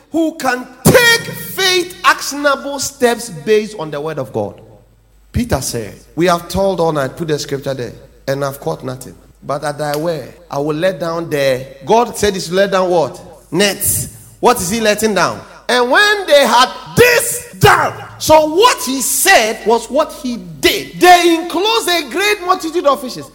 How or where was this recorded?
large echoing room